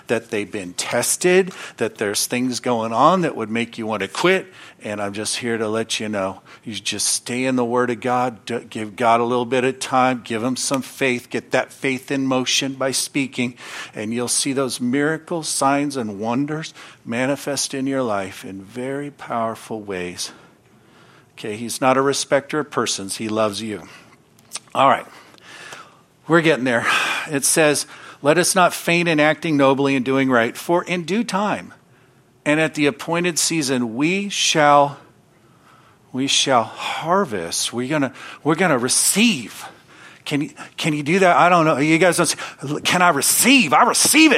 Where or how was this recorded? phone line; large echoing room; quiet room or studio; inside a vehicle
large echoing room